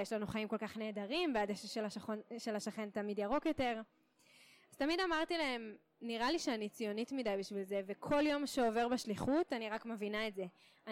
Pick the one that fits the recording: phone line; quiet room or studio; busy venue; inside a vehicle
busy venue